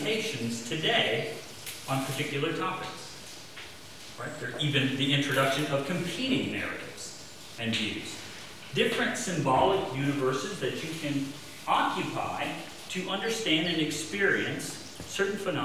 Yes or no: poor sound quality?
yes